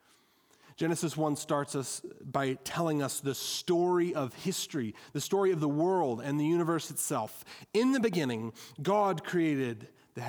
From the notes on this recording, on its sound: at Our Saviour Evangelical Free Church in Wheeling, Illinois